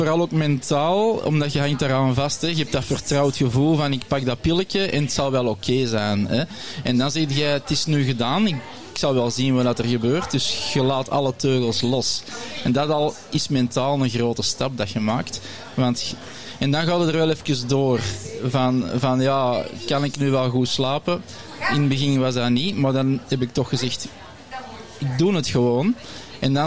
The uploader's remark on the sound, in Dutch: Verhalen van de bezoekers op het Magical Zen Festival.